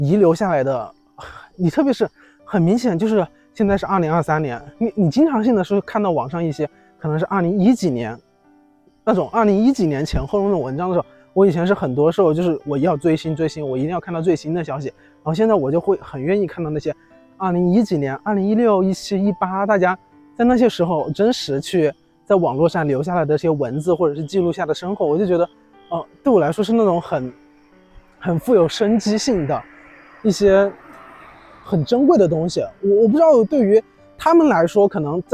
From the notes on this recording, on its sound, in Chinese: 来到一个新的环境，边走边录，也希望在这个夏天的尾巴，在虫鸣声中